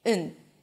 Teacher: instead of and, we say n. Notice that I also drop the d · IPA: ən